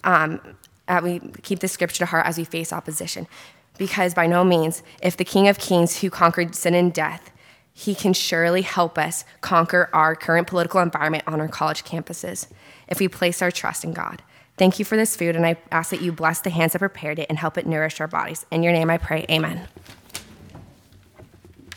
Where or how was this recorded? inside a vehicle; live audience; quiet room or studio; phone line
live audience